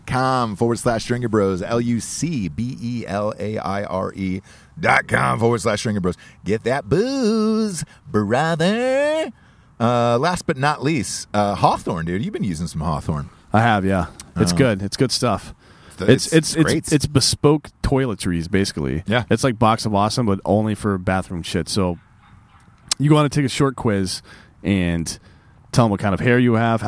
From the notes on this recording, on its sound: they stop in a picturesque park where couples are taking breathtaking wedding photos, and record one the most disgusting shows possible